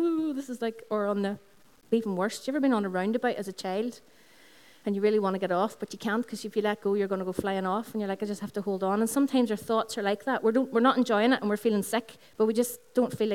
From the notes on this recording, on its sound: Recorded on 5th June 2016 at our Sunday Celebration, which is held from 11am at the Integrated College, Dungannon.